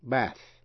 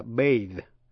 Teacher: Chữ T-H trong bath là âm không dung, voiceless. Còn th trong bathe là âm rung, voiced · Shown in: second take